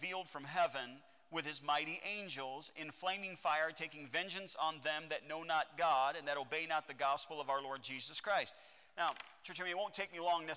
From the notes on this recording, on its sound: at Heritage Baptist Church, Lawrence Kansas on Sunday AM, March 28th, 2021.